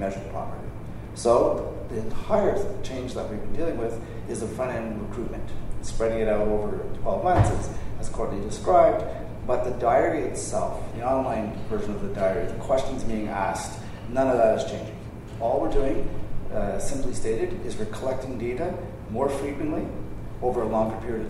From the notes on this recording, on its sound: highlights from the Numeris Town Hall at the recent Western Association of Broadcasters' Conference, where those in attendance got to pose some hard questions